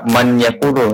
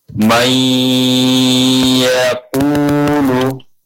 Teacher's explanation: Jadi nunnya langsung masuk ke huruf iya · Shown in: second take · may yaqulu begitu. · Term: idgham